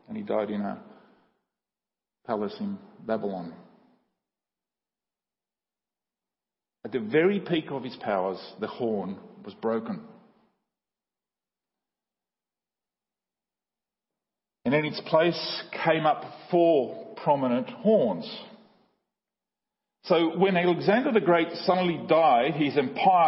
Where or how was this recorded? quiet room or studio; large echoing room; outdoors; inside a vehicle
large echoing room